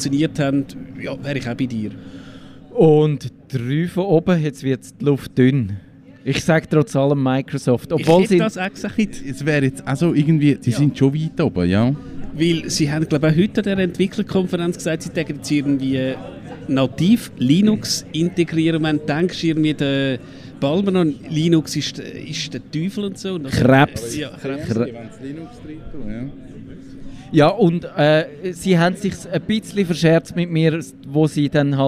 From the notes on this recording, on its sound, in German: Traditionsgemäss senden wir auch heuer wieder von der Rampe, also live und openair vom Theater am Gleis.